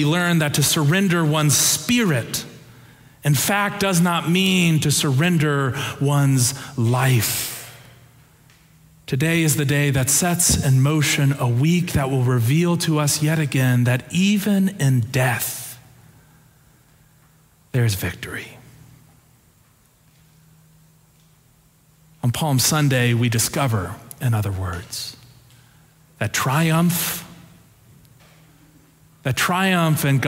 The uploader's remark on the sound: Preached on Palm Sunday (April 2, 2023) for our Sanctuary Worship Service.